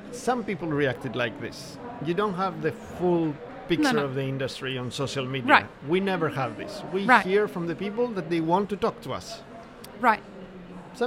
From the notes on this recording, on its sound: Map It Forward and DXB Live is proud to present a selection of podcast episodes that were live-streamed from the show floor at World of Coffee Dubai 2024 on Jan 21-23 2024.